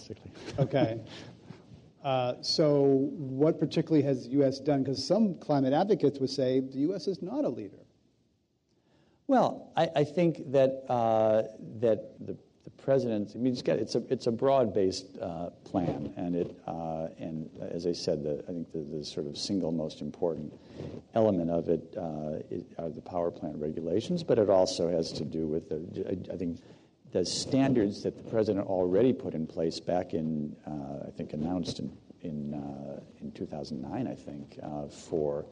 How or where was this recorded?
live audience